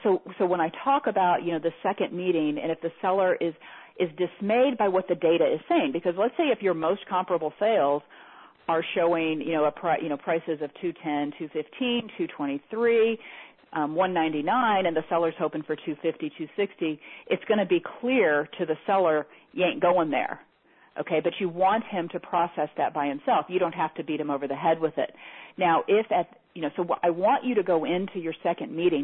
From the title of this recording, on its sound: Teleseminar Recording